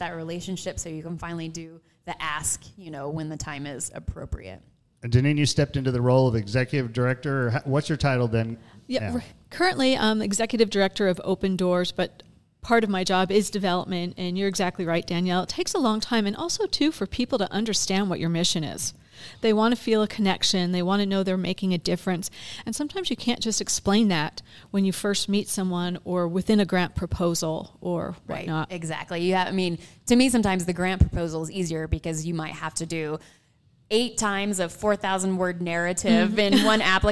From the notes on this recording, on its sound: we are back at Tucanos Station Park in Farmington for a podcast and soda social